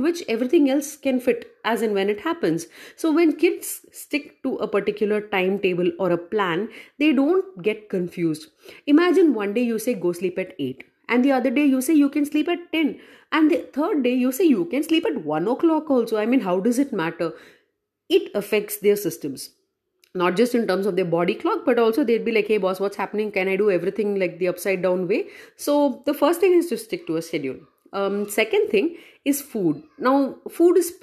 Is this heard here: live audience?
no